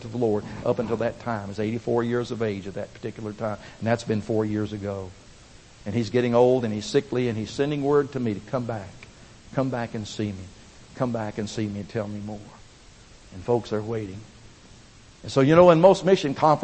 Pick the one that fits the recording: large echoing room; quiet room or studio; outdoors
large echoing room